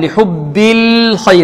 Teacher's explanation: اللام هنا مرققة والخاء مفخمة